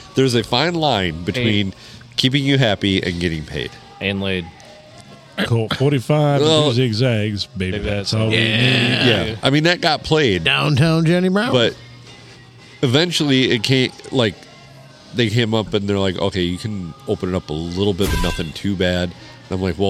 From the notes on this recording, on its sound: Recorded under a cloud at Thumbs Up in lovely downtown Croswell.